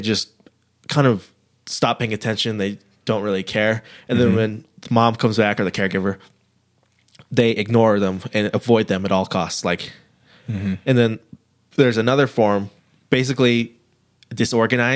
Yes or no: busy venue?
no